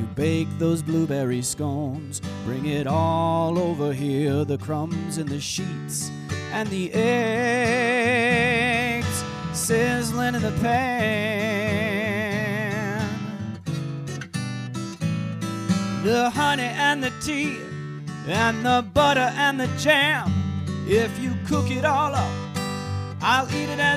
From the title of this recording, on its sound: Live From the White Pine